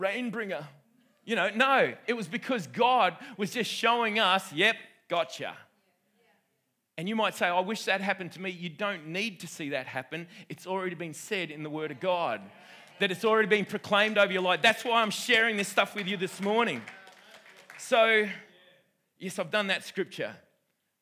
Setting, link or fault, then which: setting, live audience